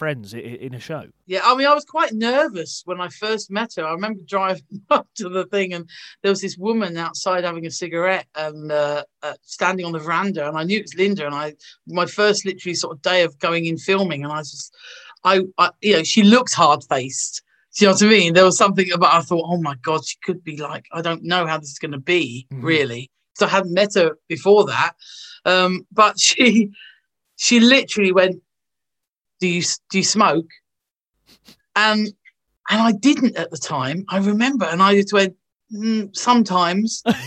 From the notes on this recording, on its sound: thanks to the power of zoom